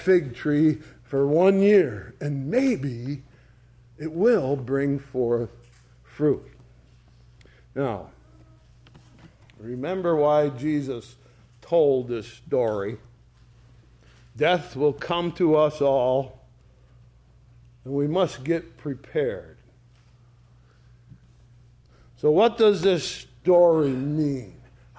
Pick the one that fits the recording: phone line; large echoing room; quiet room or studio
large echoing room